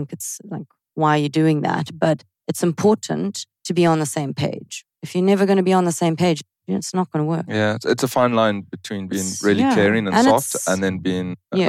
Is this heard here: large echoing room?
no